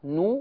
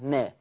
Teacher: النون الاولى مضمومه نو، والنون الثانيه مفتوحه نا. ادغمت النون الاولى اللي هي نو في ناء، أضغمت النون الأولى في النون الثانية كما نرى أمامنا على الشاشة.